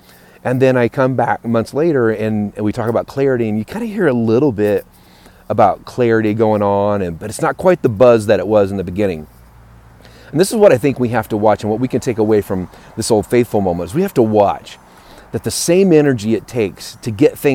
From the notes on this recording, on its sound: LIVE from Yellowstone National Park.